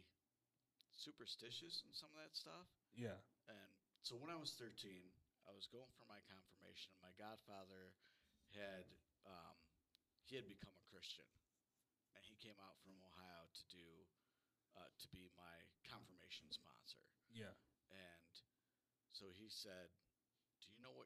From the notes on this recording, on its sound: This is the intro and probably our worst audio but if you can turn it up it works.